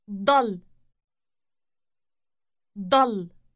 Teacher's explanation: It is different from the word for I stay in that the initial D sound is elongated. This is because a T sound is added to the beginning of the word to make it second person, that is, the U form.